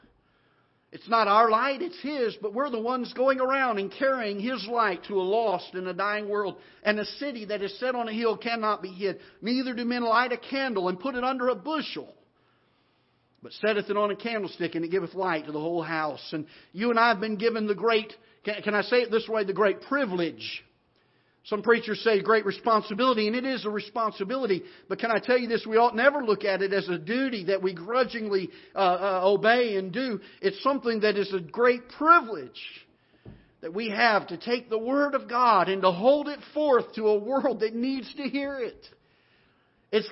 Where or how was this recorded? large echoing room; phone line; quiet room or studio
large echoing room